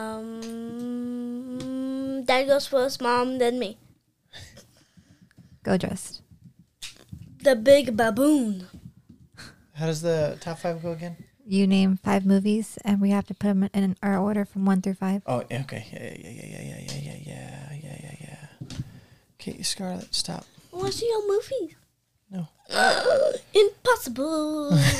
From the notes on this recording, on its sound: We apologize for all the extra noise that comes with our crazy kiddo.